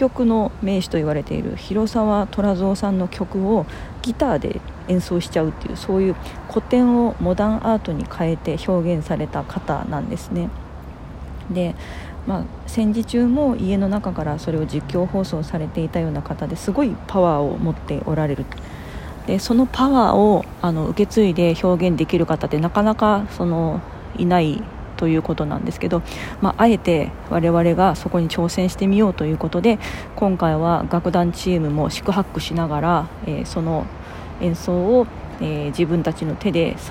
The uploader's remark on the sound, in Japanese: From Radiotalk。神戸三宮の東遊園地にて収録いたしました〜。途中、風が強くて聞きづらい箇所があります。